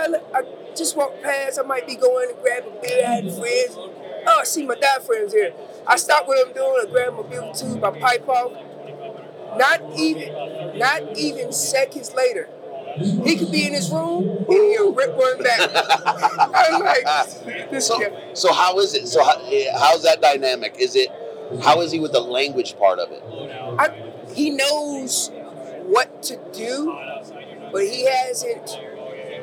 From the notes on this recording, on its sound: The Wapiti Wednesday edition live from Western Hunting and Conservation Expo in Salt Lake continues from the Initial Ascent booth!